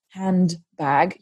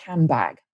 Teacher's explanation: And what happened here was that the nd of the hand in front of the b of bag didn't stay as a nd, so the sound pronounced with the tongue against your teeth, nd, changed to something that was more similar to the following sound · Shown in: second take · So what followed was a b, which you pronounce with your lips pushed together.